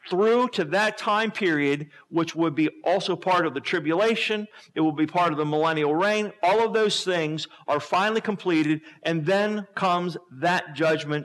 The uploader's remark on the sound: Sermon was recorded August 21, 2011 at Northside Baptist Church of Elkhart, Indiana